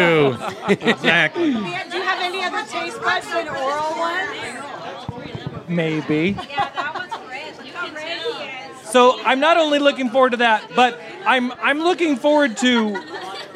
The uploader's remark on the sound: Live from Don The Beachcomber in Seal Beach